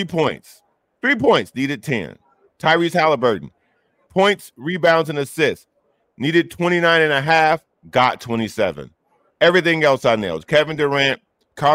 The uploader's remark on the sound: LIVE FROM THE SUPER BOWL DAY 3